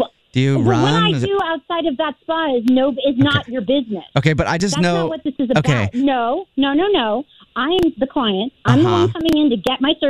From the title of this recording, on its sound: Phone Prank